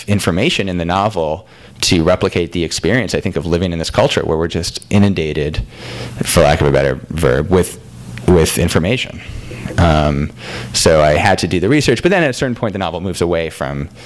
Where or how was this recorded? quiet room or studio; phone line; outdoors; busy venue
busy venue